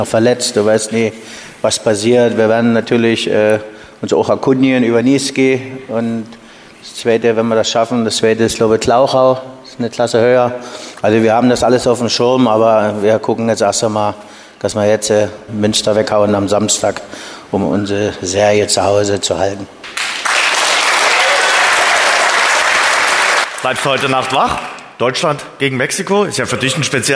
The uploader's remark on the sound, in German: Der Live-Talk aus dem Alten Schlachthof Die dritte Live-Ausgabe unseres Dynamo-Podcasts "Schwarz-Gelb" bot einen Abend voller Einblicke und spannender Gespräche.